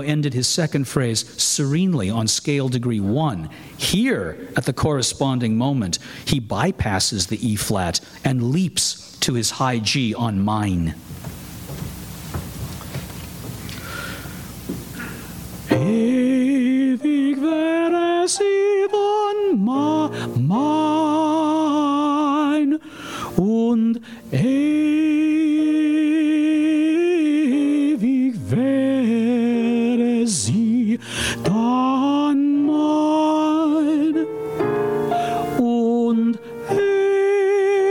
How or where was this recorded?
large echoing room